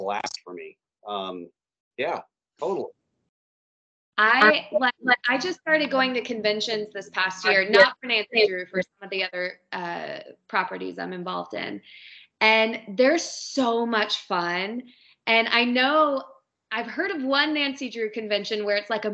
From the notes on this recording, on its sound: We do apologize for the sound throughout the interview as there is some echoing and other funky sounds